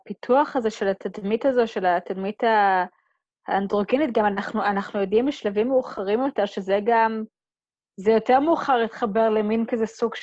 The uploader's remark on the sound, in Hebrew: הרמת הקלטה דרך זום